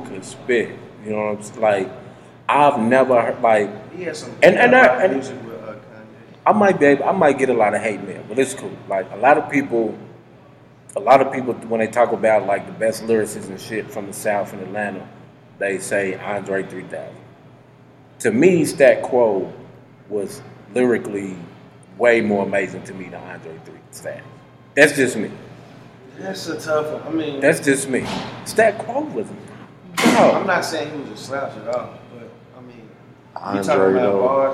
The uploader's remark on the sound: We apologize for the audio quality of this episode, we had some technical difficulties, but have since been fixed!